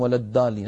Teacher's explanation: بعض العاميات المعاصرة تجعل الضاد دالا أو قريبة من الدال، تقول ولا الدالين غير المغضوب عليهم ولا الدالين، هذا لا يصح.